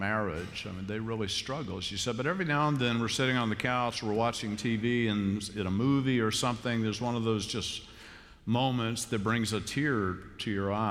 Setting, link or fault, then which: setting, large echoing room